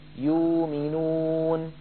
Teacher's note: يو، ياء مضمومة. إذن يبدل ورش الهمزة واوا